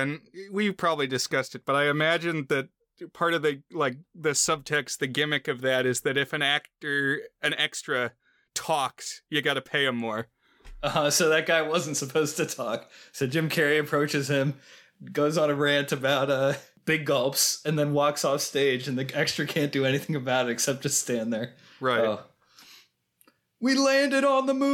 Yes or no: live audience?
no